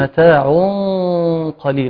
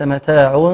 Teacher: فلا بد من تفخيم الغنة لأن ما بعدها مفخم · Shown in: first take